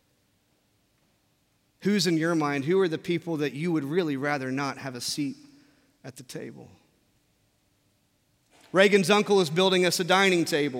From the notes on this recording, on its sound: From our Traditional service in the Sanctuary.